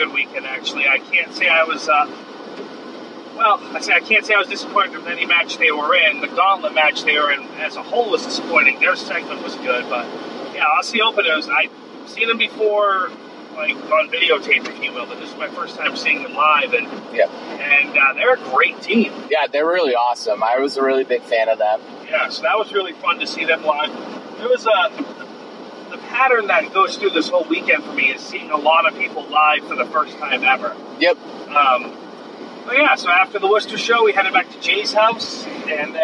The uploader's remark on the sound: The audio isn't the best, it was recorded on my phone and we were driving home in a rainstorm and you can hear that and the wipers at times.